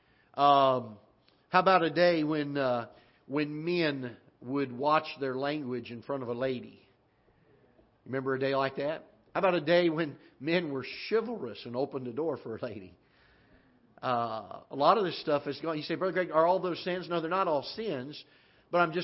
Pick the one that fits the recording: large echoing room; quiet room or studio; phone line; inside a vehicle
large echoing room